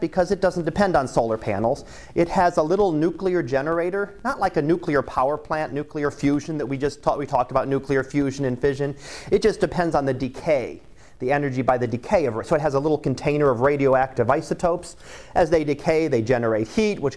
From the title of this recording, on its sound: Live Class Lecture